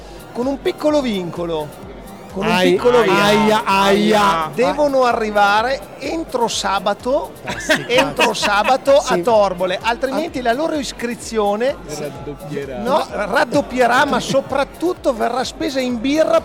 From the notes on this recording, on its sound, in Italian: Quasi Live da Upcycle Trail Weekend. Non vi diremo quanto possa essere stato fico registrare in mezzo a voi e con voi!